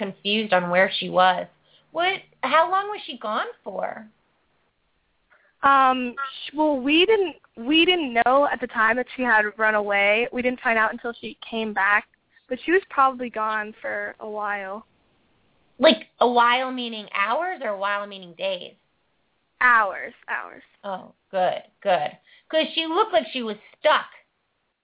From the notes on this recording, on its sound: Takes Lots of Callers On This Great Show